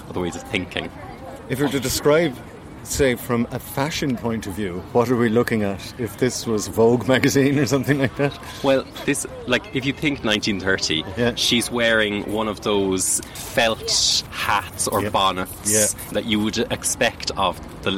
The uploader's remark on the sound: From the Crawford Art Gallery outside in their garden café.